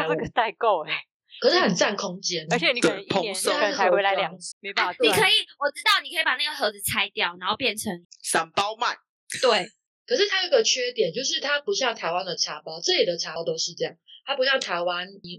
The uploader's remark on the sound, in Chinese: 錄製適逢颱風天，網路不佳影響音訊品質，請見諒！